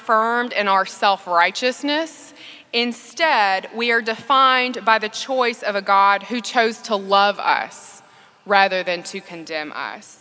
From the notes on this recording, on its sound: Delivered April 28th, 2017 at St George's Episcopal Church